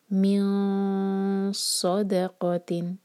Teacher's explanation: ایسے اخفاء کریں گے کہ صاد کی زبان تیار کریں گے. تو یہ ہیوی اخفاء کریں اس کو یہاں پر، تو یہ ہوگا میوں انسٹیڈ آف میوں، جب ہم سین کے لیے کر رہے تھے یہ ہے صاد.